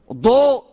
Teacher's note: فإن قلت ضوء فقد أخرجته من طرف اللسان مع أصول الثنايا، وهذا ليس مخرجه أصلا